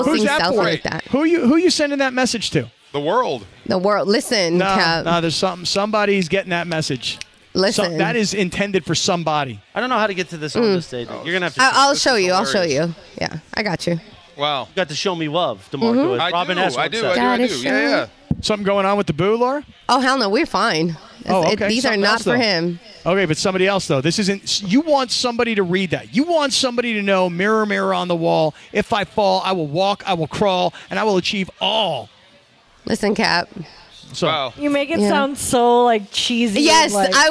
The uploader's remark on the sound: We're live from Yaamava!